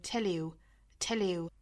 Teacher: 那舌次音呢相当于就和后面这个半元音连读在一起了变成了一个全新的音节